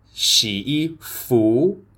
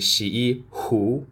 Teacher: Taiwanese people might say xi yi hu, so the f, the f sound becomes a h sound · Shown in: second take